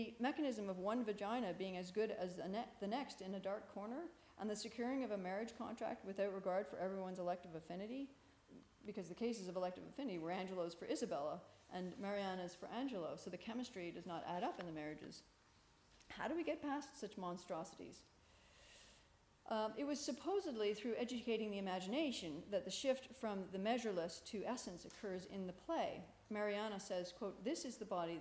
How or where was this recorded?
large echoing room